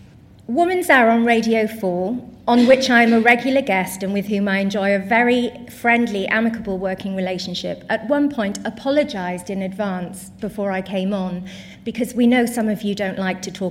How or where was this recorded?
live audience